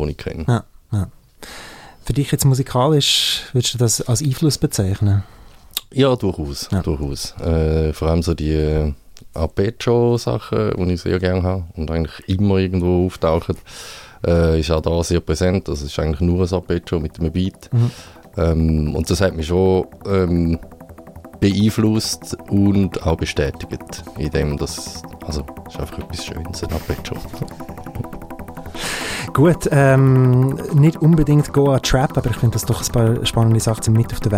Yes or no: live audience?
no